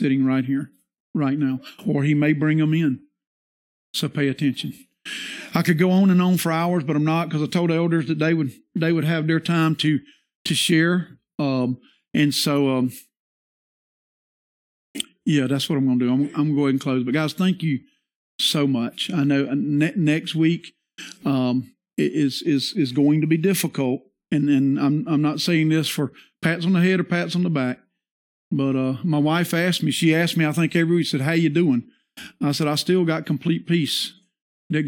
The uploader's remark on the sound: This is the sermon from our Worship Service. The sermon is followed by an address by the elders to the congregation.